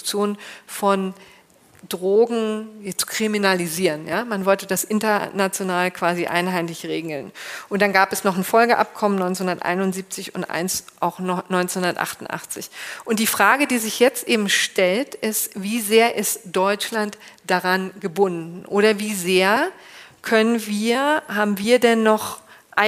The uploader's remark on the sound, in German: Live aus der Ludwig-Maximilians-Universität in München. Vor rund Hundert LMU-Studierenden.